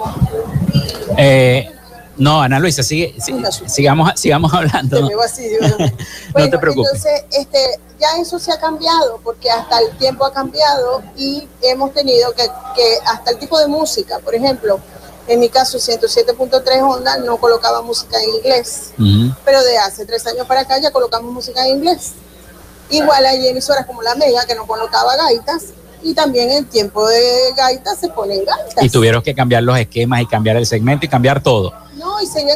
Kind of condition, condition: setting, busy venue